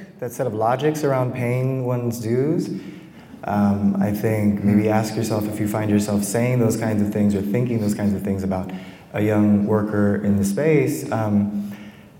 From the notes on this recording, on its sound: This special bonus episode is a live recording from the APAP|NYC+ 2023 conference in New York City. Arts workers from across the country came together for a panel.